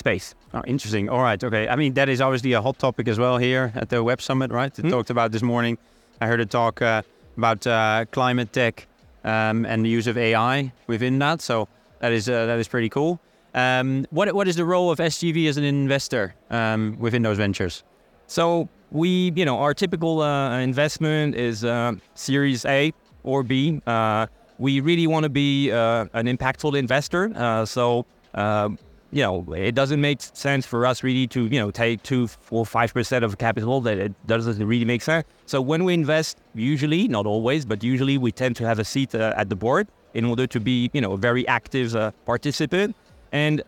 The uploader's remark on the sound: special podcast episode recorded at Web Summit 2023